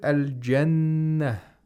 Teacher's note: The noon is mushaddad. So we have to apply غُنَّة. Yes, for two vowel counts.